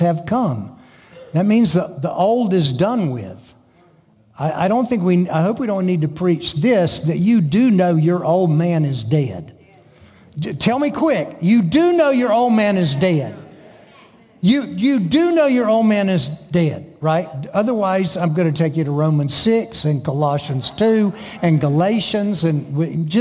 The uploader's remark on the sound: Recorded at The Gathering Church in Moravian Falls, NC.